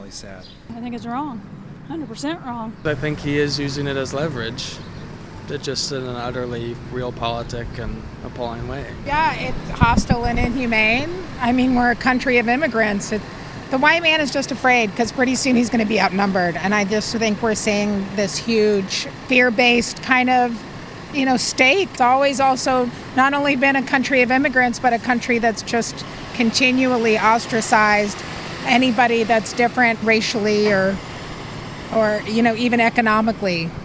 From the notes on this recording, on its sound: Voices in the Street asks Bloomington residents their opinion. Voices in the Street is produced by WFHB.